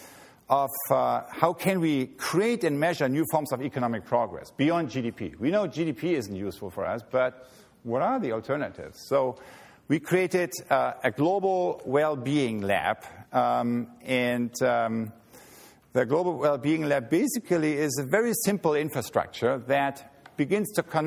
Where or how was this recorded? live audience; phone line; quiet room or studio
live audience